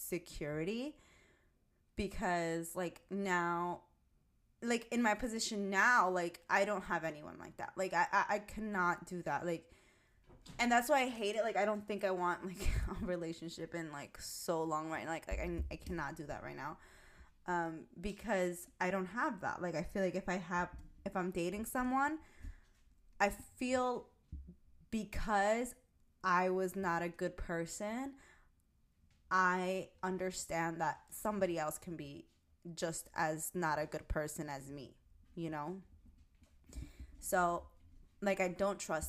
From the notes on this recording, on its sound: Volume up! My recording seems low.